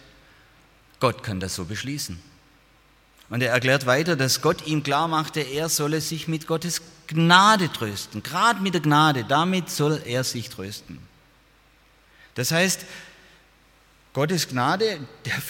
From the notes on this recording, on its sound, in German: Aus dem Gottesdienst der Liebenzeller Mission.